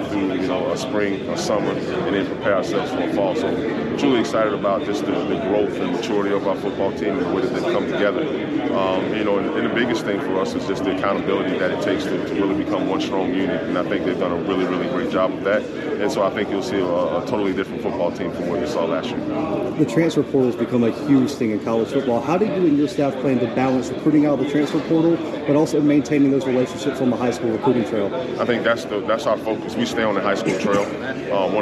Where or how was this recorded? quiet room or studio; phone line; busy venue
busy venue